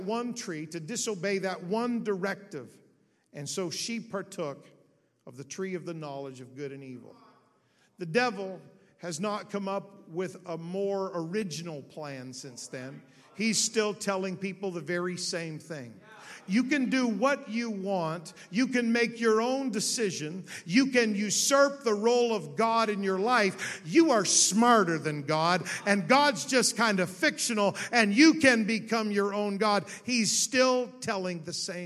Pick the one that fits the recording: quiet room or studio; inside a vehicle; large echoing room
large echoing room